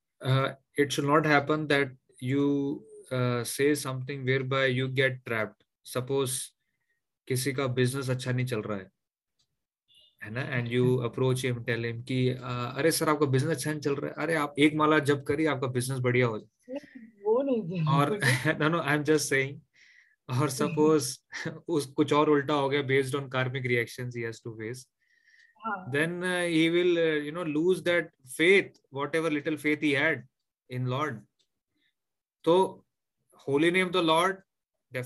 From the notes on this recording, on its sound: Zoom classes.